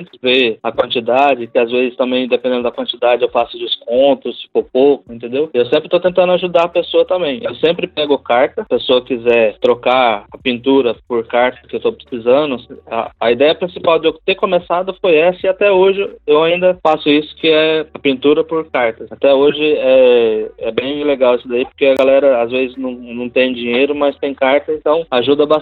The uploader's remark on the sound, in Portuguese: Headset Microsoft LX-3000. Audacity. Skype via telefone.